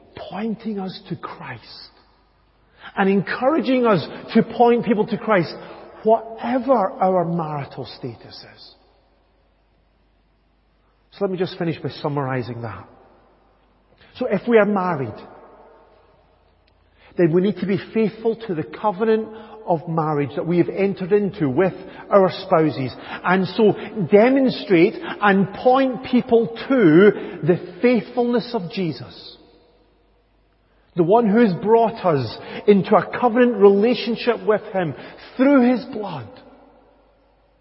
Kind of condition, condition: setting, large echoing room